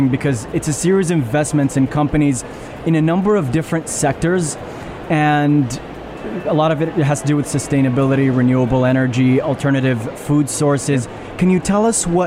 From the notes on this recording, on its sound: At the Sharjah Entrepreneurship Festival (26.11.2019).